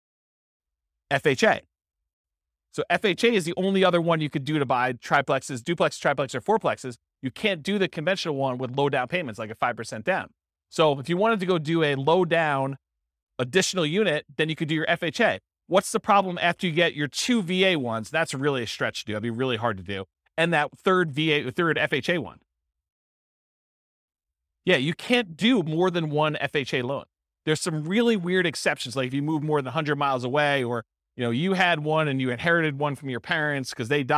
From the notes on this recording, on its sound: This was a live class recorded